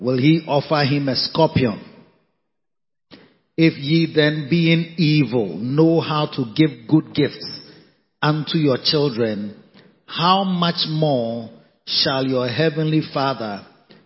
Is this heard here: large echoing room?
yes